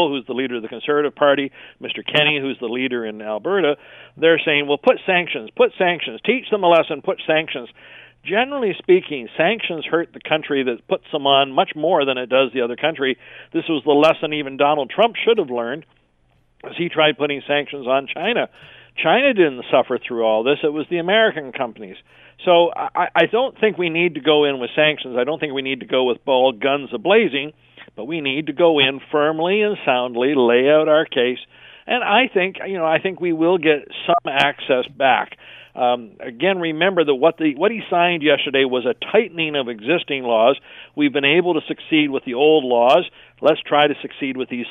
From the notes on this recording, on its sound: Opens the phone lines.